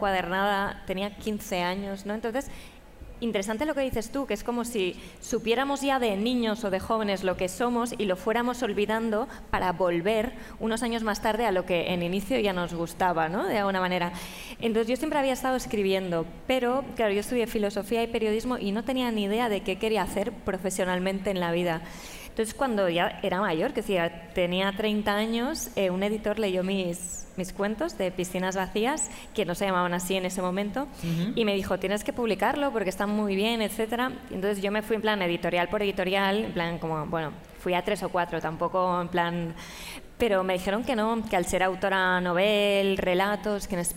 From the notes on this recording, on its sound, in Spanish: grabado desde la Feria del Libro de Madrid